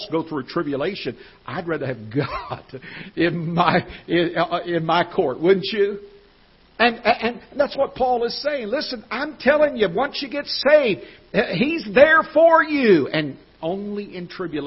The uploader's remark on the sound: Ketha Heights Baptist Church ~ Live Broadcast